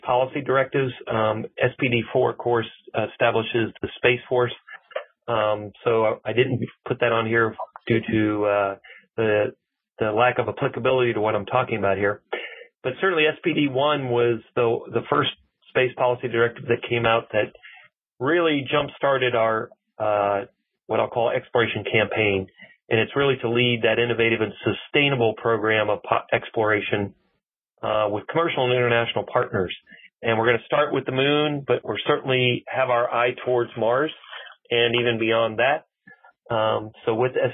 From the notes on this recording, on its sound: Today we’re featuring a Future In-Space Operation teleconference.